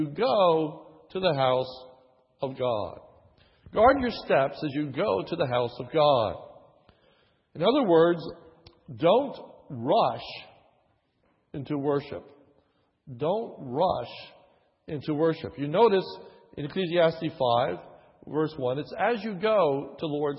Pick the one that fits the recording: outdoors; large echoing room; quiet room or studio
large echoing room